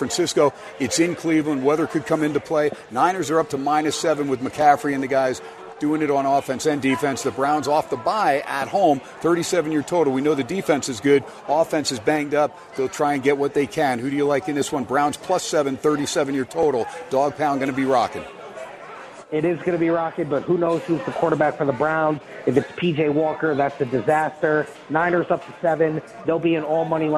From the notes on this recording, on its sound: "Live" from #SteinersPub #LasVegas